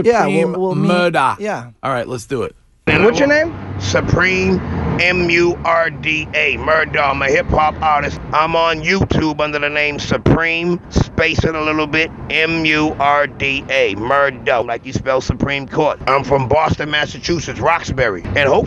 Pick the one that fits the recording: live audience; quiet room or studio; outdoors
outdoors